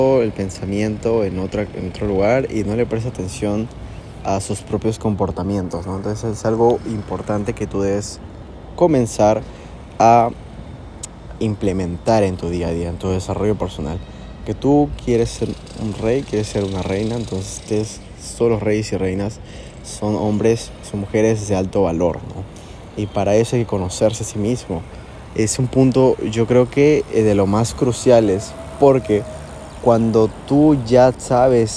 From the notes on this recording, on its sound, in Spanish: grabado frente a la playa de Miraflores, con ruidos de ambiente de fondo